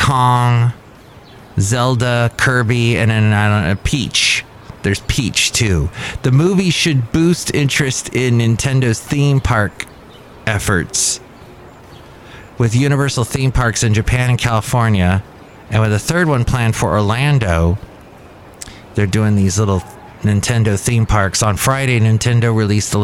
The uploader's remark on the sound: podcasts live from Café Anyway